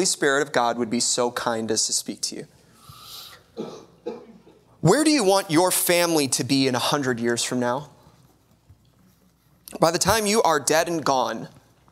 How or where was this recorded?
large echoing room